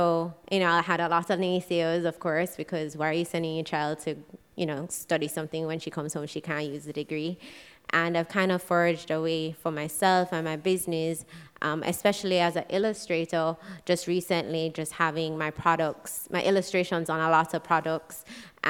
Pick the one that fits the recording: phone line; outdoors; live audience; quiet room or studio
live audience